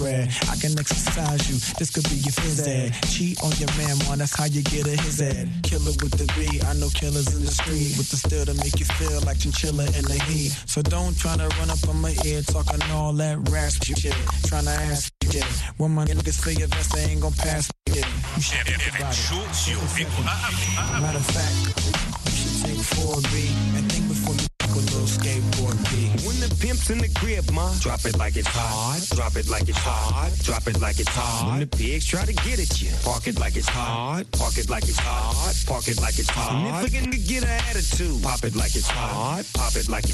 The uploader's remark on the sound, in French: Laisse la parole aux auditeurs et auditrices pour partager et débattre des sujets socio-culturels. Cette émission est interactive par téléphone.